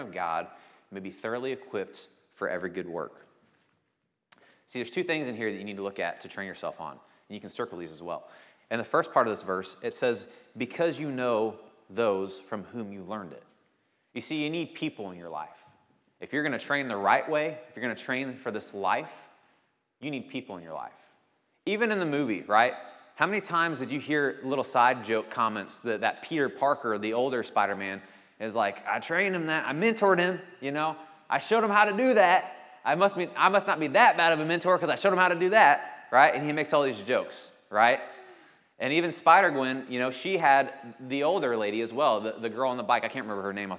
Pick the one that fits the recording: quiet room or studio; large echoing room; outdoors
large echoing room